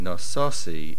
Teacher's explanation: The main accent is on the sin, nososi.